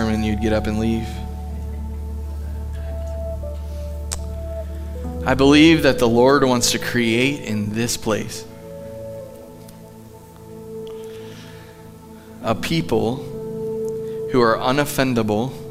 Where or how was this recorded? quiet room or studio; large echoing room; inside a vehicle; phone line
large echoing room